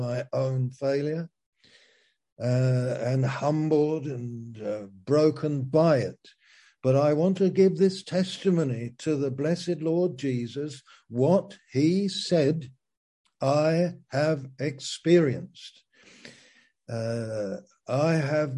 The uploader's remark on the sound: Zoom - Teign Valley Sessions